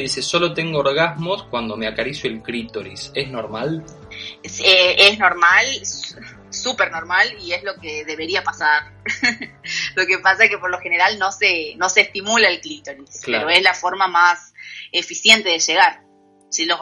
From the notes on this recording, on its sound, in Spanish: Charlas íntimas con un sonido de mierda